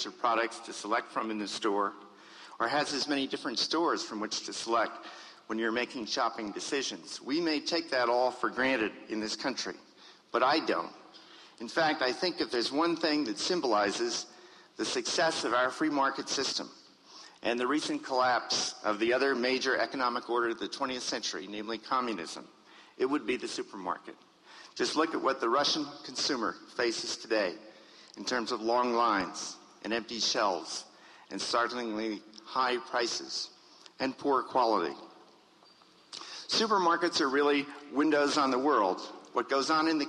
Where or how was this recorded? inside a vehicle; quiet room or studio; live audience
live audience